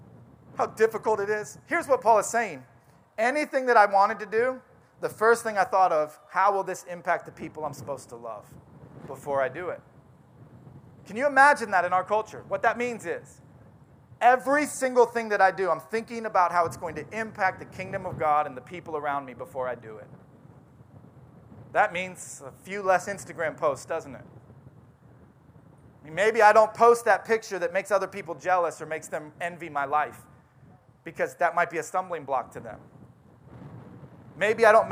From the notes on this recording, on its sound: Audio sermon from our outdoor service.